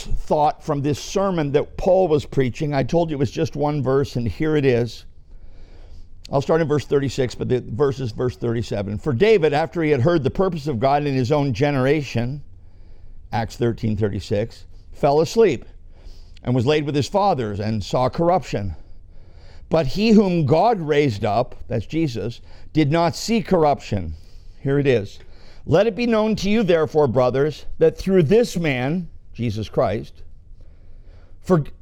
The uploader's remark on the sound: This message was preached at our ministry center, Rock Bottom.